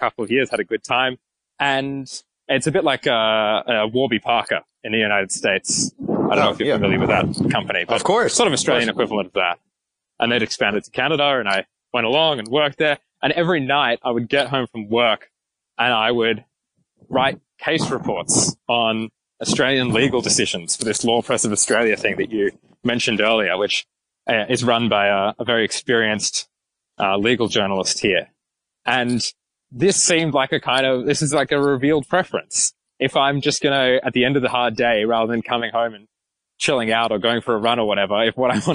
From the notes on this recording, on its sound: Conducting the interview for this podcast while walking thru 122-degree heat.